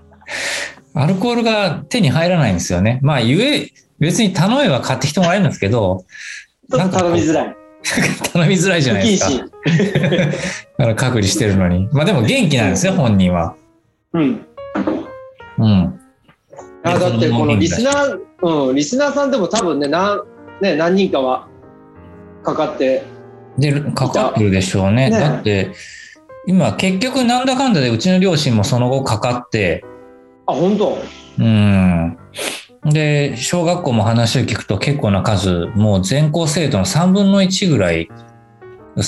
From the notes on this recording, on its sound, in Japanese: 先週に引き続き、ZOOM 収録を行っております。